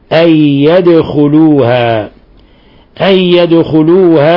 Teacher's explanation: وبما أن الدال ساكنة وهي من حروف القلقلة فنقلقل الدال